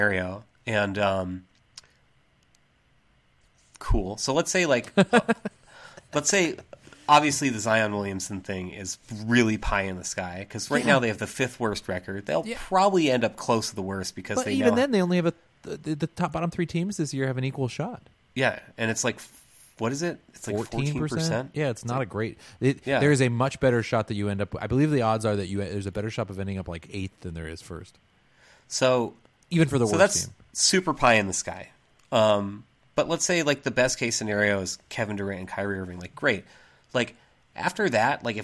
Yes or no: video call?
no